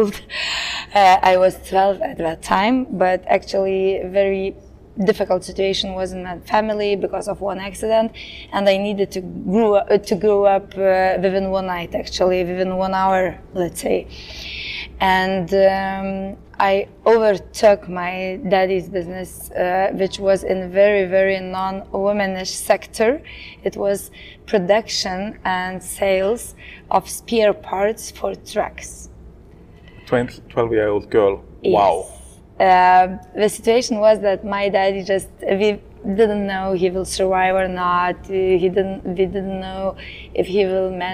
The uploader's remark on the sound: on the sidelines of the Impact Day festival in Tallinn